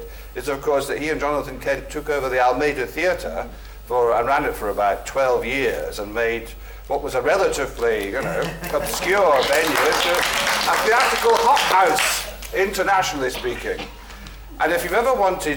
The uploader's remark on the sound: This is a live recording of a Platform event from August 2011.